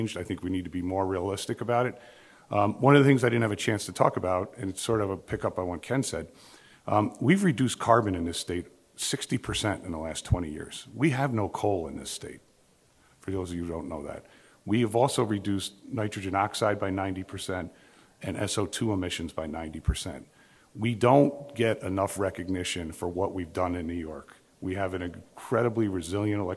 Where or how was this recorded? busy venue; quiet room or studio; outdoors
busy venue